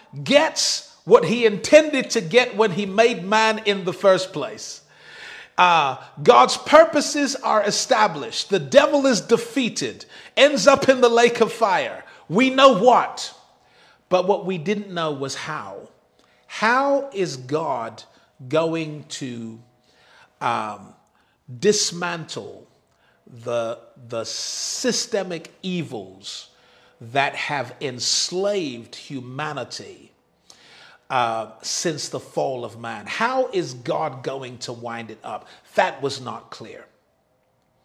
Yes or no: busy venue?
no